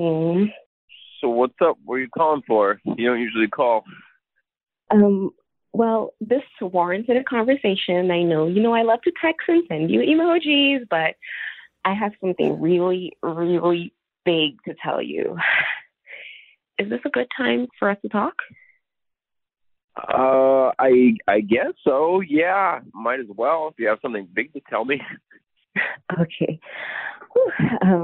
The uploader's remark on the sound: Awkward Tuesday Phone Call